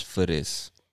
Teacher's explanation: He took the word for and this and kind of blended them together. And the TH becomes a very soft D, or almost like a Latin R or something like that, because it's so much faster to say it that way.